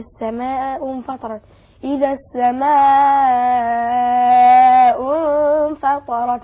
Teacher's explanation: المد المتصل حقه أربع حركات وانفخم الطاء.